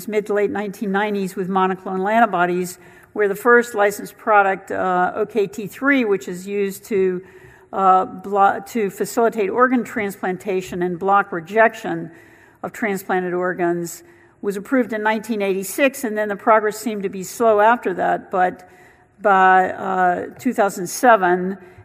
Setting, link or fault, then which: setting, busy venue